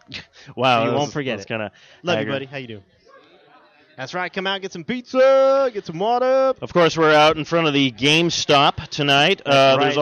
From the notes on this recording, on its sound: This episode is the LIVE remote show from the Midnight release party of Titanfall! The folks waiting for the new game outside the GameStop at Tempe.